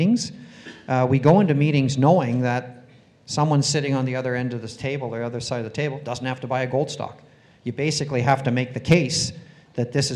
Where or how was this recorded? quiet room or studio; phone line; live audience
live audience